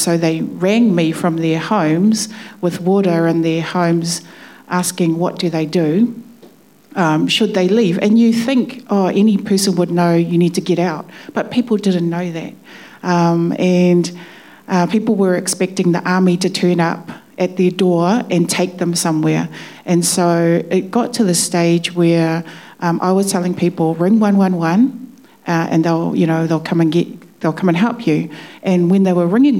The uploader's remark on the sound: A live panel discussion at the Factory Theatre on Monday 3rd April 2023. The Onehunga Business Association invited local leaders in business to a live panel discussion at the Factory Theatre.